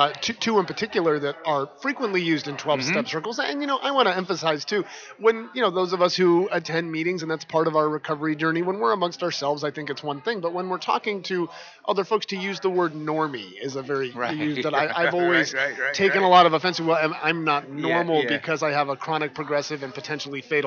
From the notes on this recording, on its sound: broadcasting from the 39th Annual NAATP Leadership Conference in Austin, Texas - May 21 - 23, 2017